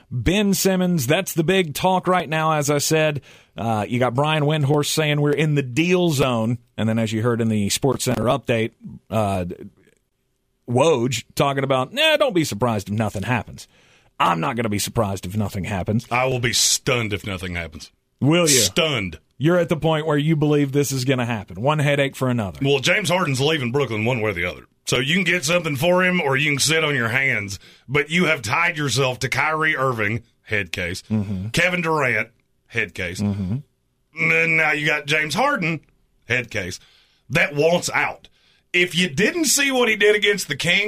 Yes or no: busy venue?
no